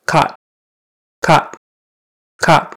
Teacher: The final T is not as aspirated as the other T, the regular T. We just put our tongue up behind our teeth. It's shorter, it's less aspirated, and not voiced.